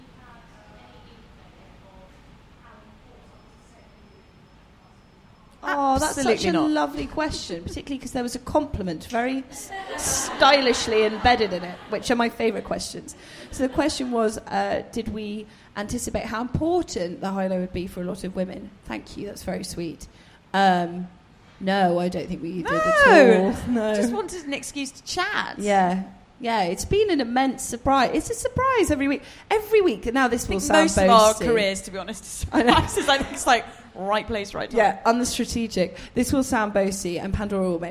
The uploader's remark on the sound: We’re live from Pandora jewellery’s flagship store in London